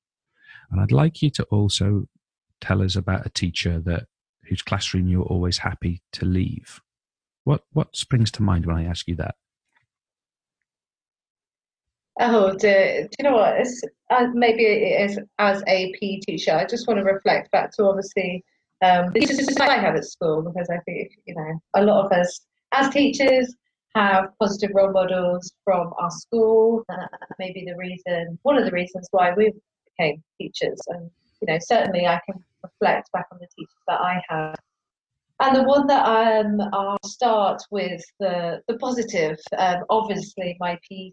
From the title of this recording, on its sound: poor audio - please forgive us!